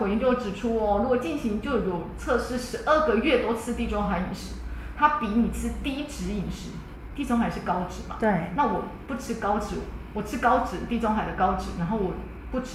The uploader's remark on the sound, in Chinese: 因更換錄音地點，聲音有點空曠，再請多多包涵